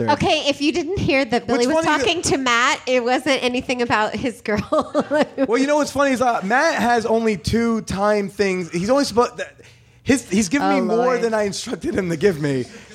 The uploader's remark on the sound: LIVE from Los Angeles. My LA live show was no different!